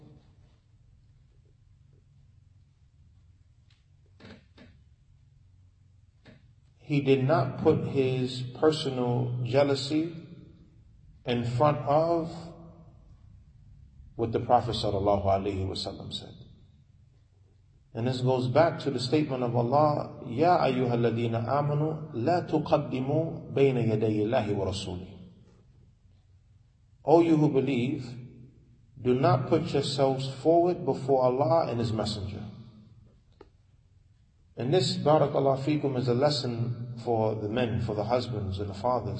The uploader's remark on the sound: Lecture given at Masjid Nur Allah, Queens, NY